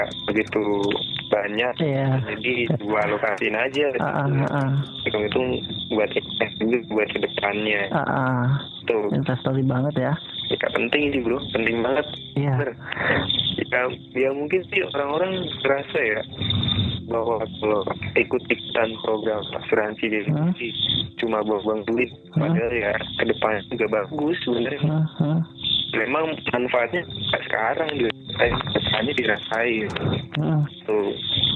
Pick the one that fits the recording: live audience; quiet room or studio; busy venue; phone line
phone line